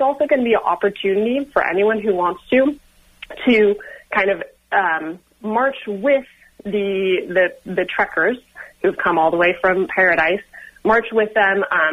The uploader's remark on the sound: Called in from the Sunrise Youth March from Paradise, CA to San Francisco that had reached Winters, CA, 130 miles done of the 266 mile march.